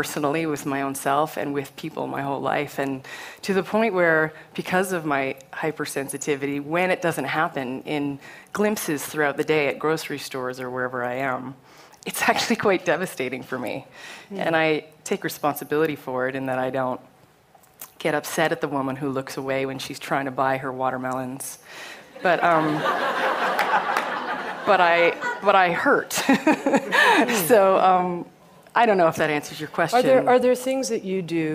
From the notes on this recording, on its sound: Recorded live at the 2013 Emerging Women conference.